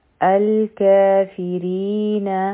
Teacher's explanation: فا یو حرکه، فی ری دا هم دوه حرکه به وایو، ځکه چې دا مدی تبعی دی او نون به یو حرکه وایو.